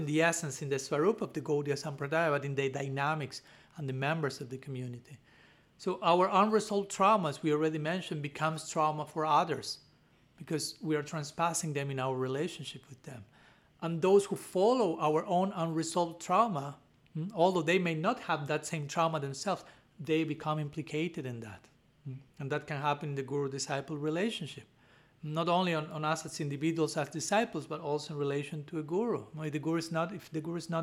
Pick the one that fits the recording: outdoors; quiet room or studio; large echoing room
large echoing room